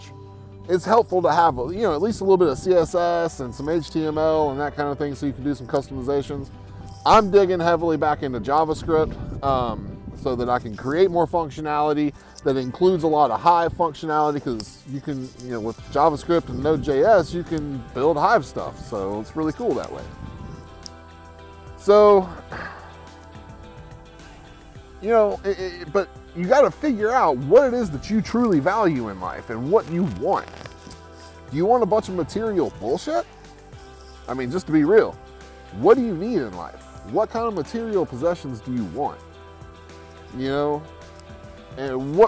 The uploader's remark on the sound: Today I am sitting by the river